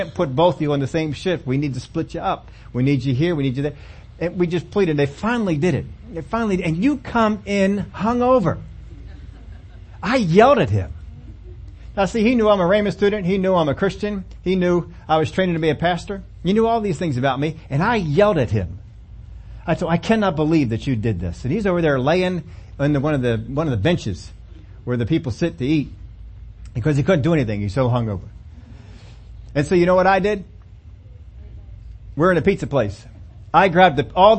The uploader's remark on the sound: we take them on in this Sunday service